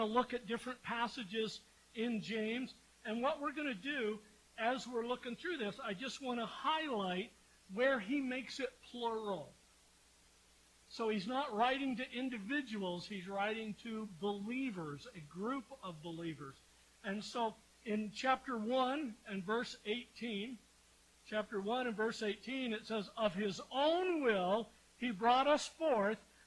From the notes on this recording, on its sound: We apologize for the quietness and lower sound quality of this episode. Due to equipment failure, we weren't able to record the audio directly and had to pull the audio from our live-stream video recording.